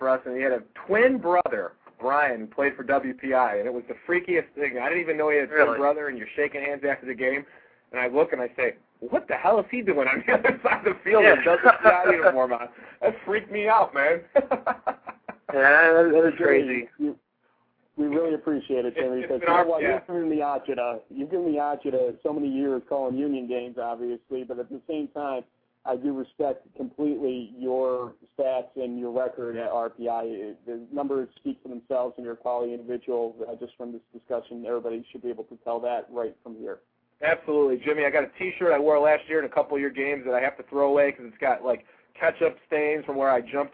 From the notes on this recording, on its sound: weekly call in show